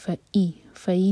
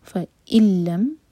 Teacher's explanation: فا کے بعد حمزہ کا cut off sound · Shown in: second take · فی فی نہیں، فإلم.